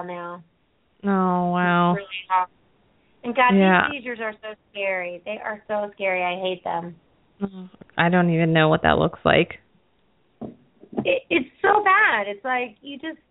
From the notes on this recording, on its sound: open up the lines for listeners to call